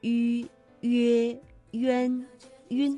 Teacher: 它的发音特点呢，就是我们口腔啊要近似闭拢，那舌的前部要抬高，气流从口腔呼出